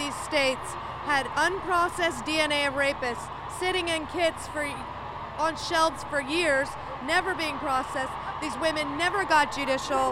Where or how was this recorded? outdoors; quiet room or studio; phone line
outdoors